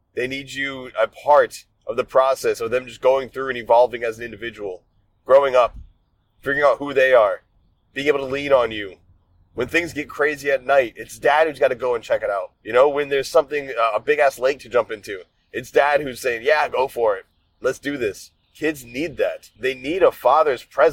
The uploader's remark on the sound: In this episode I recorded some thoughts I had while driving home